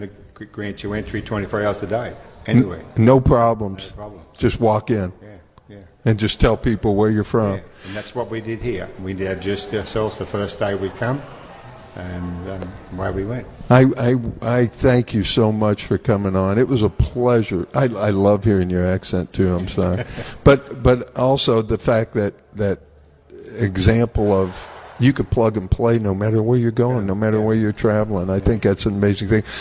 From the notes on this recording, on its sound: broadcasts from the Grand Opening of Anytime Fitness in Oakwood Square in North Canton